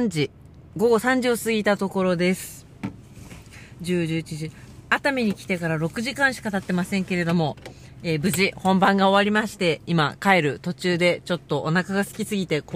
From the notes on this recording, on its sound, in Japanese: 熱海未来音楽祭に参加するために5時起きで熱海に向かう車の中から&踊り終わって帰る車の中から。